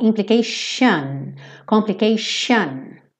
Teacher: tem um padrão de pronúncia para essas palavras, que esse T sempre vai ser sh